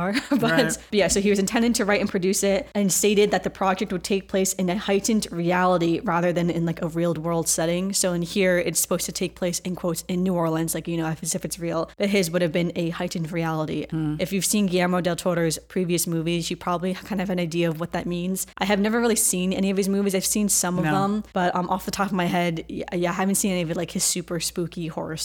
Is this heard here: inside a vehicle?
no